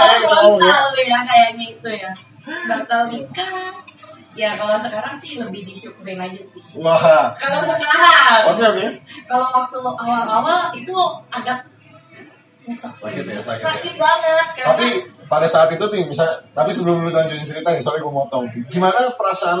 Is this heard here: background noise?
yes